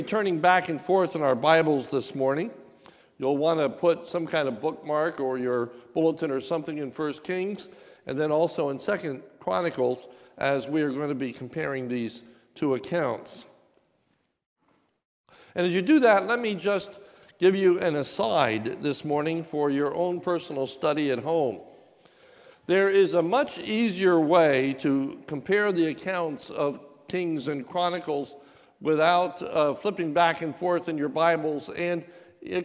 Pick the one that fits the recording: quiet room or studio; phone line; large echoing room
large echoing room